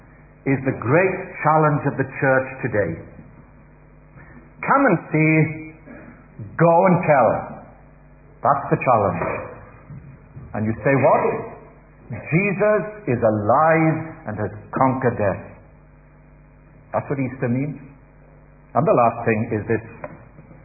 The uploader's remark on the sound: Easter Celebration Baptismal Service - Audio